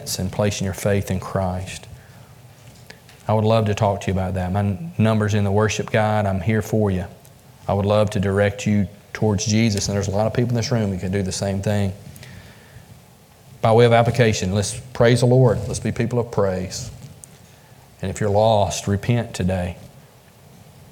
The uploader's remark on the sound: Join us from the pulpit of Beaver Baptist Church in Brighton Tn.